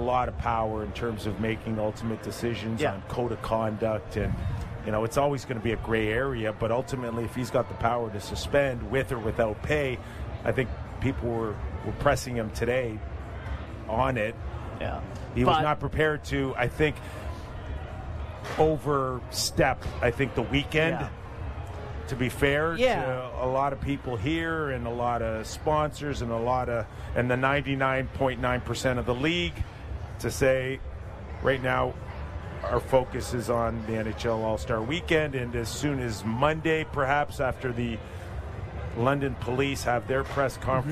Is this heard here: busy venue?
yes